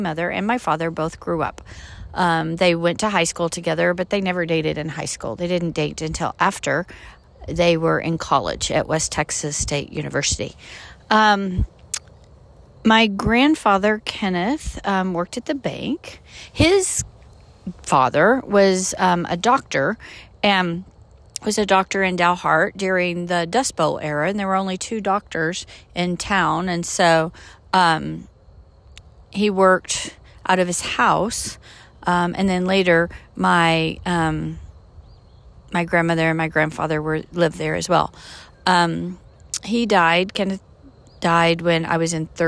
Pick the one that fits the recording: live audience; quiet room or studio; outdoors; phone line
outdoors